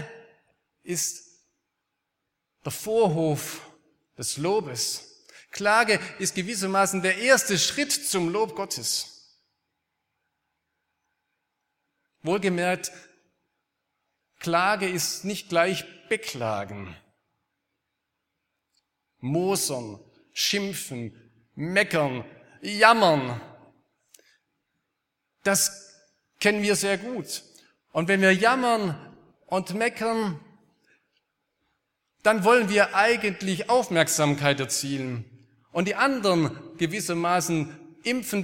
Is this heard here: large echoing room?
yes